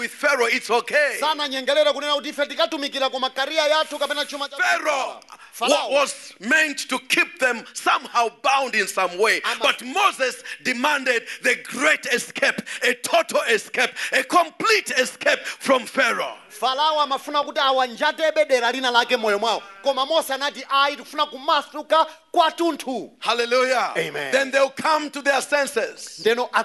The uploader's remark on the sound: Preached at the Great Escape Sunday at Word Alive Blantyre City Church on 26th February 2023.